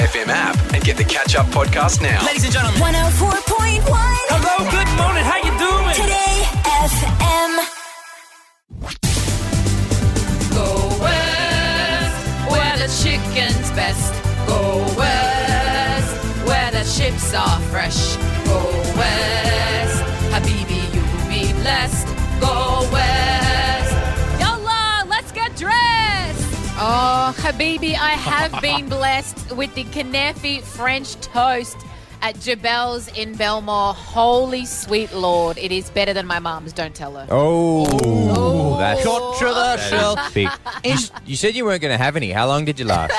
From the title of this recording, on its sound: We are broadcasting live from Westie Wednesday